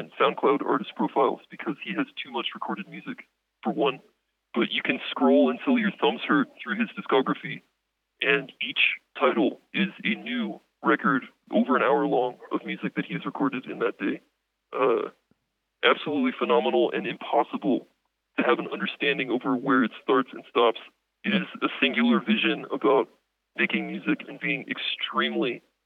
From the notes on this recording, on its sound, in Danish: Et par af programmets faste lyttere ringer ind og tester Lake-mofonens nye stemmesløringsfunktion